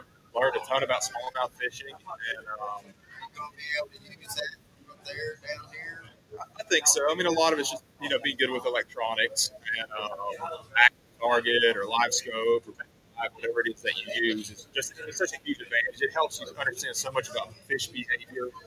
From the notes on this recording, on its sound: Sorry for the background noise. We are at Hiawassee Marine bait and tackle on a remote.